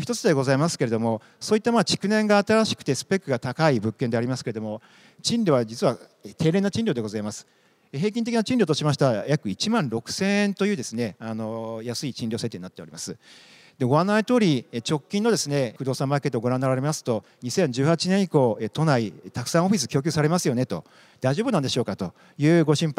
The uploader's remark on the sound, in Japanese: 1月28日に東京証券取引所で開催した「J-REITファン2017」に登壇した「投資法人みらい」のIRセミナーをダイジェスト版でお送りします